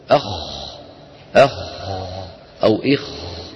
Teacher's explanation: في السكون هناك فراغ معين يملأ الفم أقل من المضموم وأكثر من المكسور · Term: الساكن